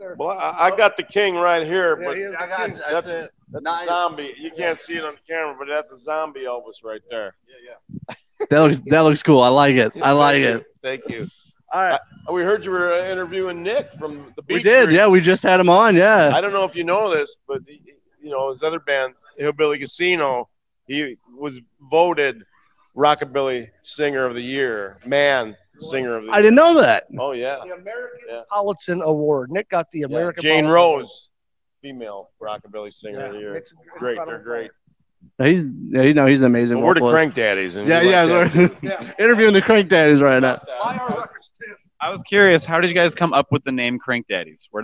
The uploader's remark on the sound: Live From Motoblot.